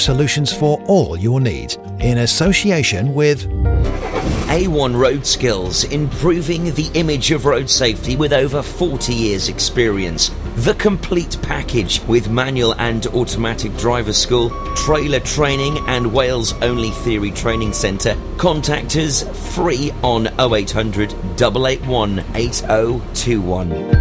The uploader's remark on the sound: Live at Folly Farm